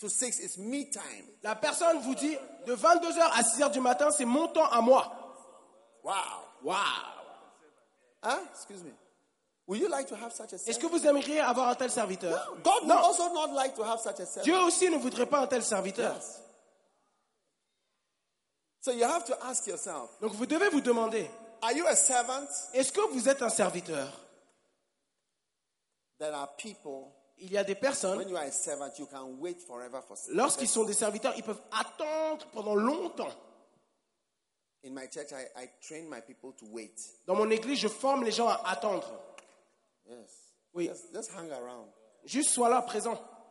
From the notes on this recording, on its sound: Preached at the Give Thyself Wholly pastors' conference in Mampong - Ghana